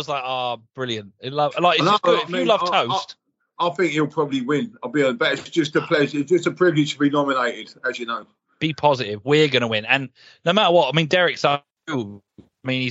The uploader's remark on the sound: Coming to you live from New York and Morocco! Here via skype.